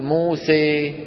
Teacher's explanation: بعض القبائل العربية كانوا يعني ما يحبوا يفتحوا تمهم كتير، أسهل، ويخلطوا صوت الألف بالياء · Term: إمالة